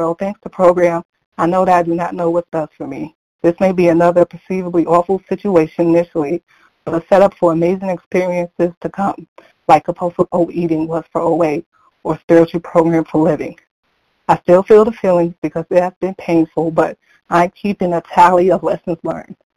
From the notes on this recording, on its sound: from the 100 Pounders Phone Meeting